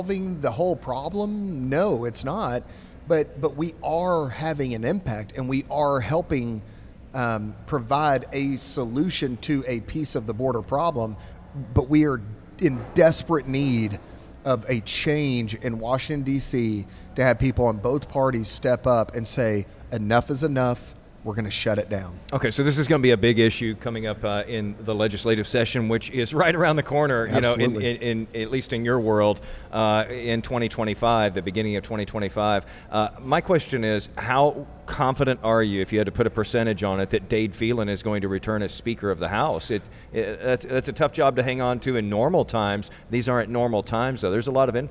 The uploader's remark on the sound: This episode was recorded at Community Beer Co. In Dallas.